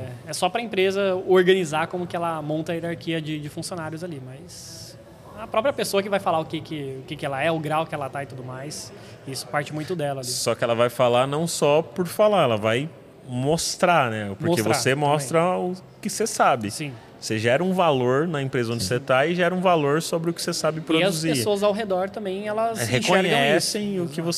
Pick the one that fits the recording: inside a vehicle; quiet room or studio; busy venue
busy venue